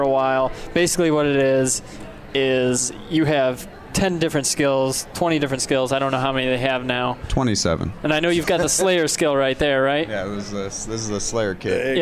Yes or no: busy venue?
yes